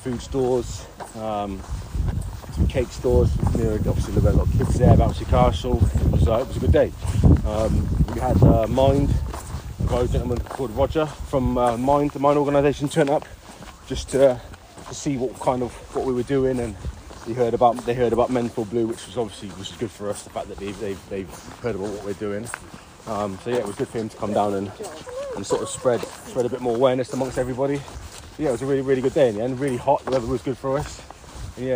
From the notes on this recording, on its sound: Walk It While We Talk It. Listen whilst we walk and talk.